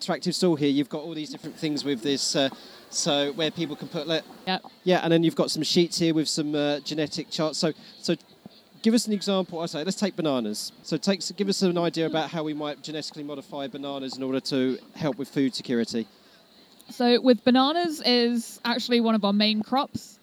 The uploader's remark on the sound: A special episode recorded on-location at the Norwich Forum for the Norwich Science Festival. (On Location, UK).